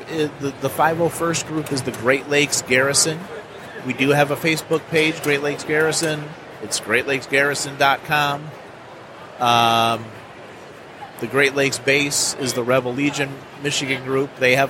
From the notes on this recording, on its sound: Live at Motor City Comic Con with the 501st Legion. Live episode at Motor City Comic Con.